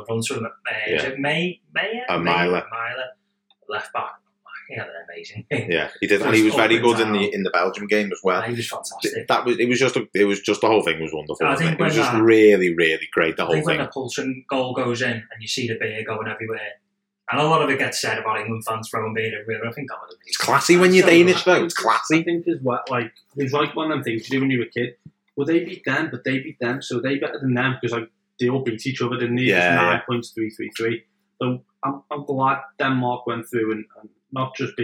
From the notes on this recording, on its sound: I must apologise for the sound quality on this episode. We recorded all evening before I realised I hadn't plugged the adapter into the laptop.